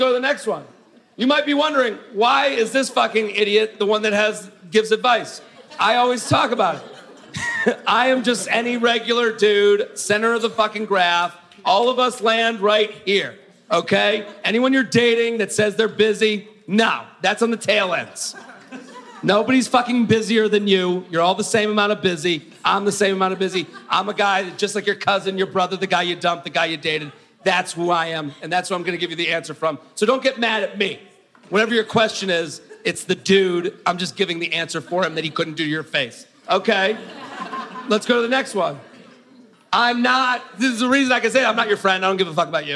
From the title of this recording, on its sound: LIVE From Helium St. Louis